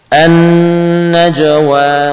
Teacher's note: Adanya sifat ghunnah yang perlu kita tampakkan dengan sempurna untuk nun yang bertasydid.